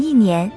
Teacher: 后面跟第一、二、三声时一读第四声